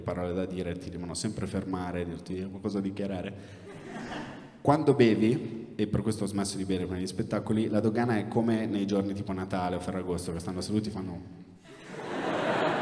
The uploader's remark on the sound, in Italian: tratto dalle serate #improv registrate presso l’università Statale di Milano, il Politecnico di Milano, l’Università Alma Mater di Bologna e l’Università di Padova